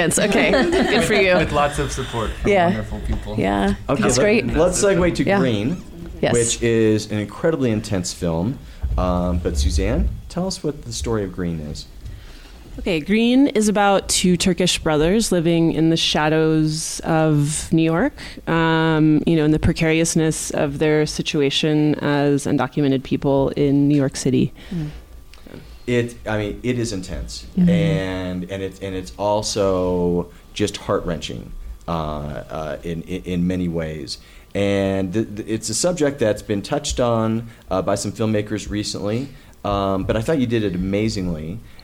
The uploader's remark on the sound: We thought we'd share a conversation we had back at the Sundance Film Festival with a few folks from SF Film.